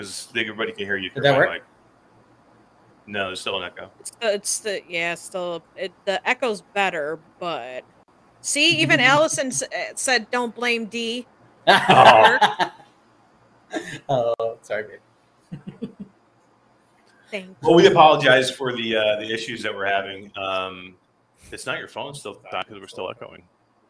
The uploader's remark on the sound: Live from Pax West in Seattle